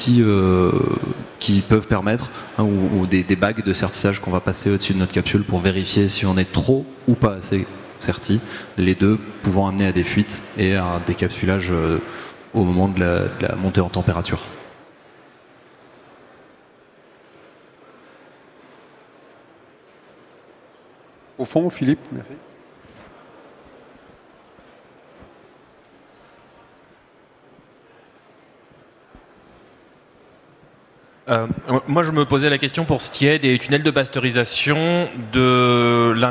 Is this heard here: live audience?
yes